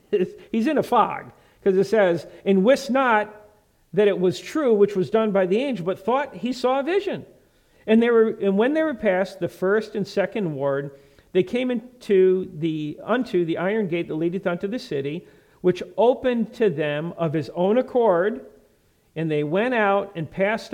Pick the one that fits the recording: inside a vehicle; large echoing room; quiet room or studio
large echoing room